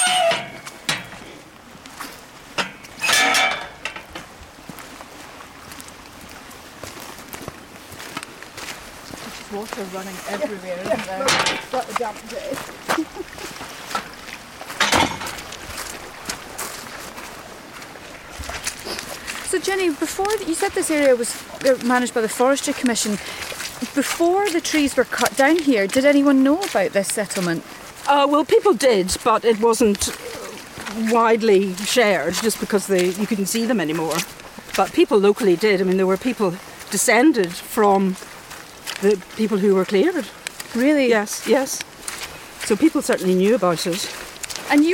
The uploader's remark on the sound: Ventures south on the Ardnamurchan Peninsula to Morvern, for a walk through time and nature. On a moody, drizzly day. For a walk through a beautiful patch of woodland which opens out onto some fascinating ruins.